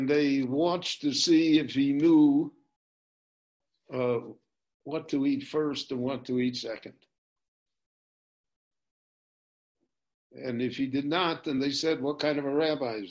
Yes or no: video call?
yes